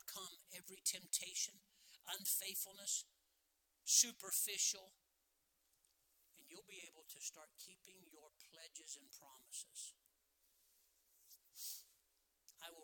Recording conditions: large echoing room